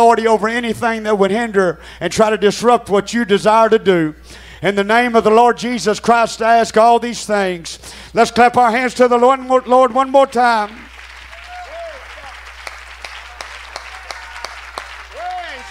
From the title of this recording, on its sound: Tent Revival Night 1, Oct. 7, 2022